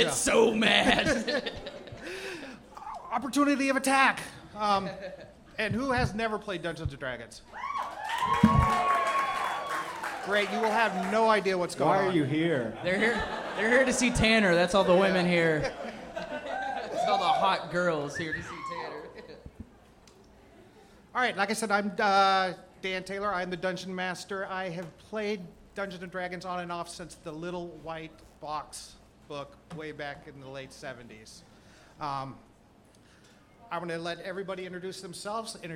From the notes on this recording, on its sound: Recorded live at Zanies Comedy Club in Nashville, Tennessee. Live on stage.